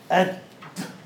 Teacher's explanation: الدال حرف انفجاري، أد ينفجر، مجهور انفجاري ومجهور